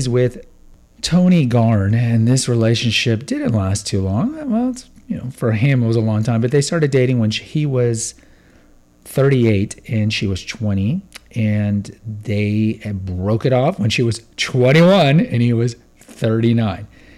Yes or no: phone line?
no